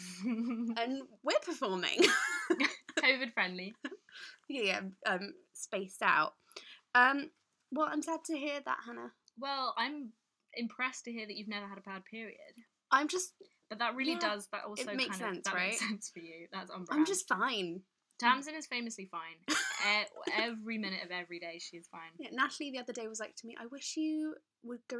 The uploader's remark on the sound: Sorry for the audio quality!